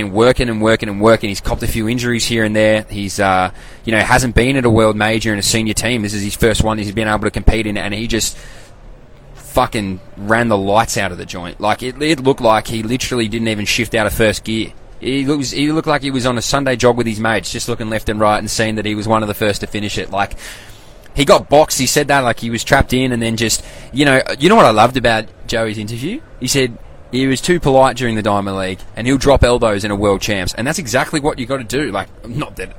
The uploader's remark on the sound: LIVE FROM THE WORLD CHAMPS